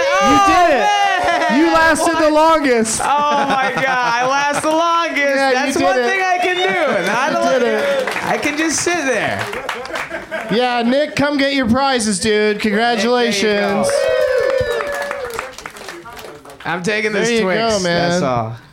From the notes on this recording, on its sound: Live from the UCB Franklin